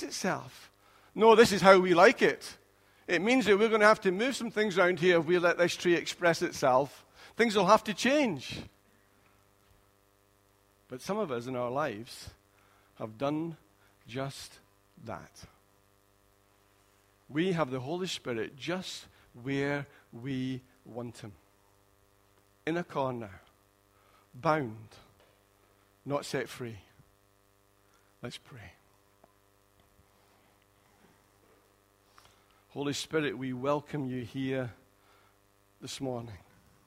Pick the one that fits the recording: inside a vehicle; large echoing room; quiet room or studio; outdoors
large echoing room